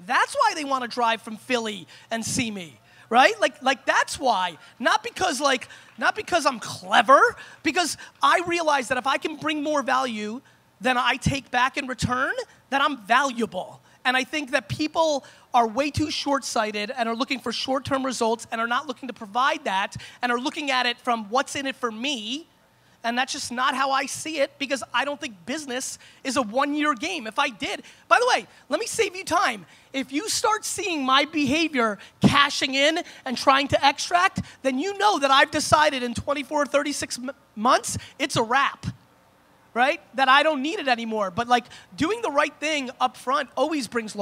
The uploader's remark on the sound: An All-Time Keynote at Propellor Fest 2016